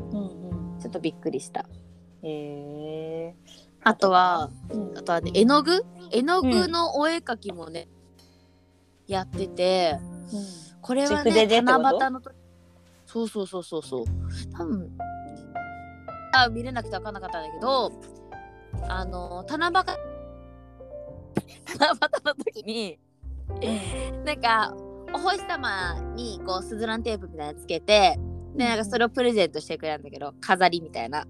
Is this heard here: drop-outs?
yes